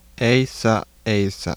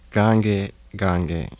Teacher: Geminate mid-front unrounded vowel becomes diphthongized everywhere.